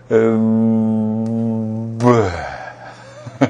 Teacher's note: 唇閉じとるけど、喉を通る、声帯を通る息は止まらへんわけですね。 · Term: B 伸ばす